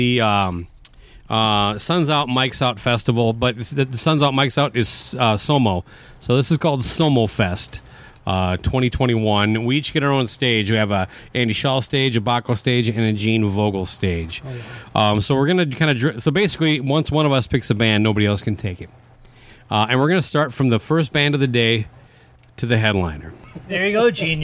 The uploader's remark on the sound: The only show taking it to the elements. Every episode of SOMO will be recorded outdoors on location.